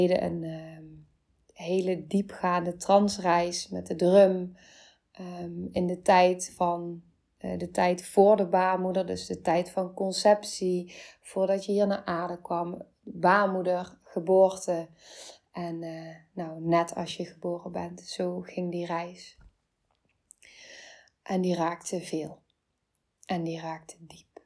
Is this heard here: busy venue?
no